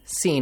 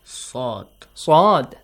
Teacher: seen has a light sound, seen, it's simple, the same as S, but sod is not the same as S